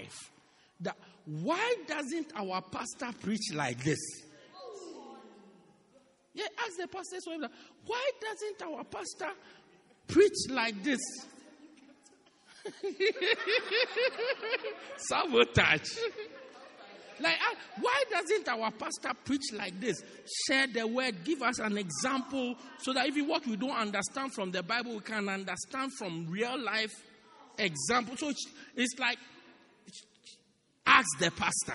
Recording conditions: large echoing room